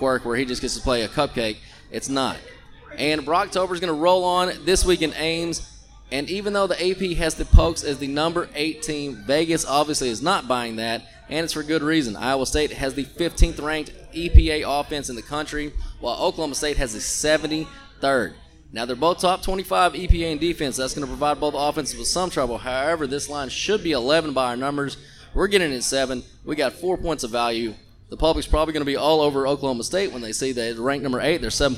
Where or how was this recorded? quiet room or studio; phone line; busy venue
busy venue